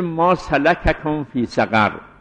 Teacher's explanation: ما سلککم دو تا کافه، هر دو کاف هم متحرکن، ولی کاف اول را ساکن کنیم، در کاف دوم ادغام کنیم. · Term: ادغام کبیر